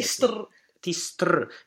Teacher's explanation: It's very important to have the S in the upbeat. That it really starts early.